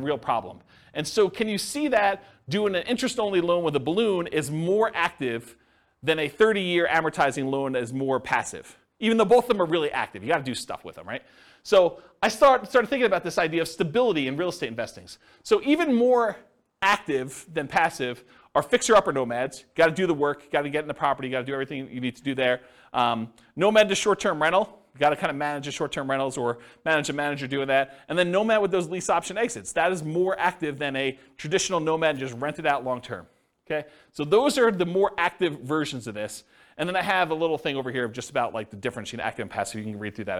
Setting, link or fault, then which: setting, live audience